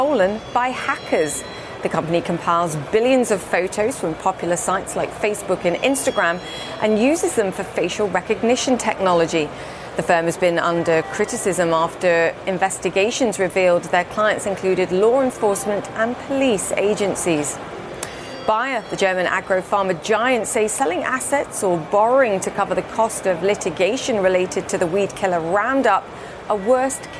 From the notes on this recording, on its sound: Is live from The New York Stock Exchange.